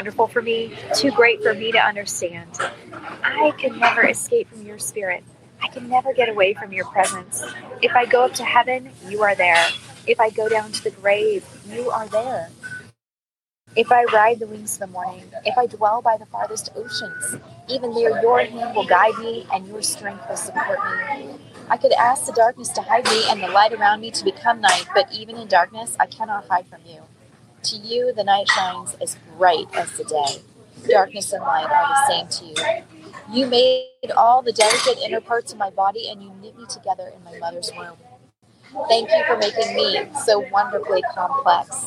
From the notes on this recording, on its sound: LIVE from WAFFLE HOUSE. I'm recording LIVE from a Waffle House in Nashville!